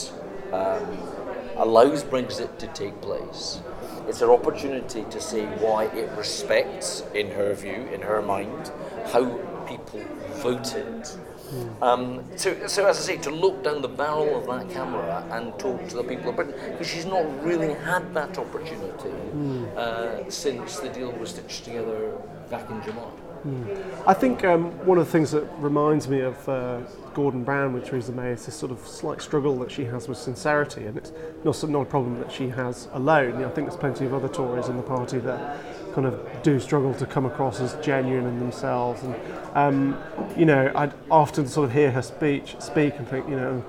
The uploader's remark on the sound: Brings you this podcast from the floor of the Conservative Conference 2018. Our podcast from Conservative Conference '18.